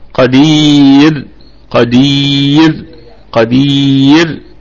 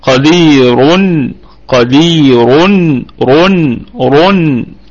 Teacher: والراء مرققة وقفا مفخمة وصلا